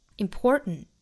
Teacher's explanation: else is more important more 和 important 因为单词内部含有字母 r 都需要卷舌成 more important 同样是鼻爆音那鼻爆呢在英音和美音里面都是有的英音这个词我们是读成 important 但是美音是要读成 important 就好像是一个 n 的发音但其实是由鼻腔爆破出来发音的